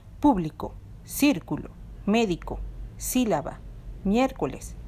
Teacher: la sílaba tónica está en la antepenúltima sílaba. · Term: palabras estrújulas